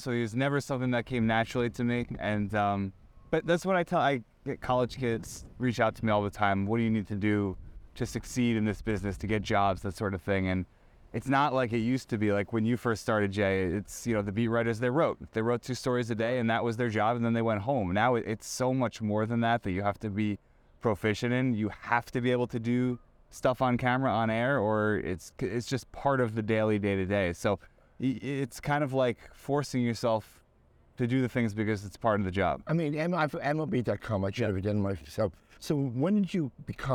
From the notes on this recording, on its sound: Recorded inside Clover Park at Port St.